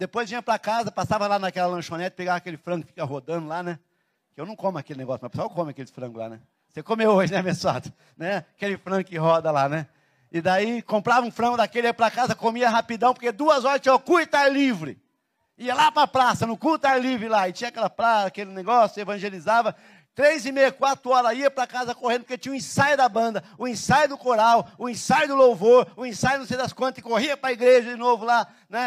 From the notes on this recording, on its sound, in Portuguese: na Igreja ABA Curitiba (Transmitido ao vivo)